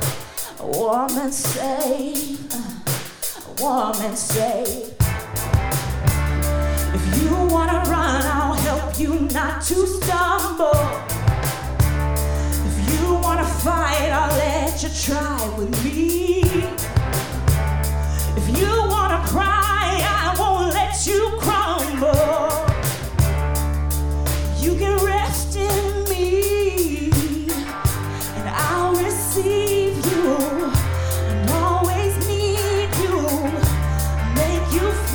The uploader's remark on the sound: Live In Concert: Newport Folk 2016